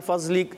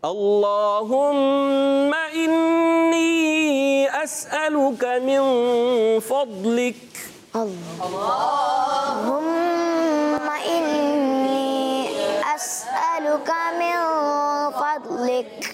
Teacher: یہ دعا بھی عربی میں تو آپ نے ضاد پڑھنا ہے ضاد میں کلکلا بھی نہیں کرنا ضاد کی ادائیگی بھی کلیئر رکھنی ہے · Shown in: second take